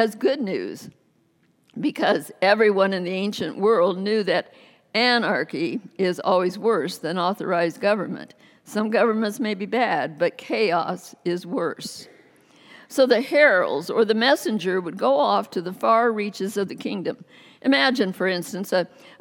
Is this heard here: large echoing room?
yes